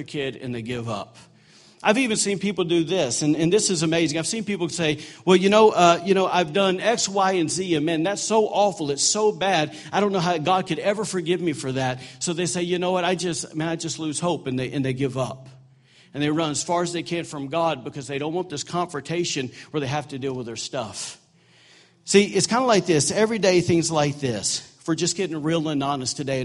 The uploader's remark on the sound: During Easter service at The Anchor Church in Rockport, Maine.